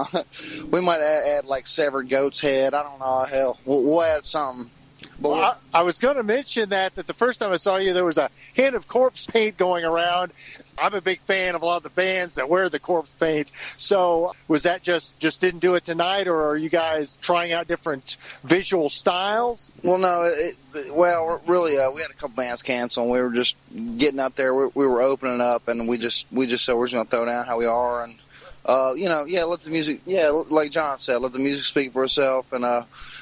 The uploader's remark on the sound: interview recorded March 31, 2017, following the band’s performance at Spillway Bar & Grill in Bowling Green KY.